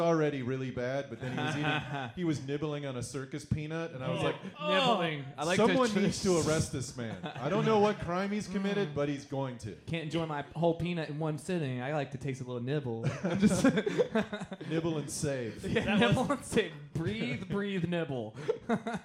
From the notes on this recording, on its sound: Live from the Ha Ha Harvest Comedy Festival at Kelly's Olympian